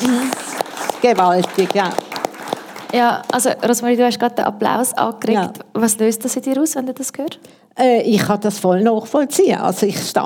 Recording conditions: live audience